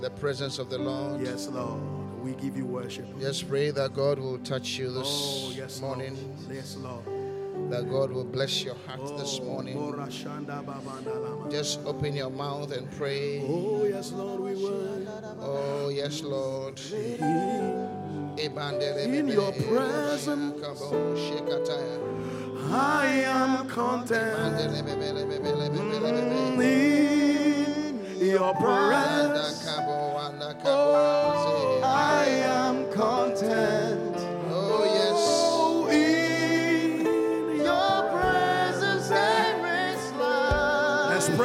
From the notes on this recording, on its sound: Preached at the Qodesh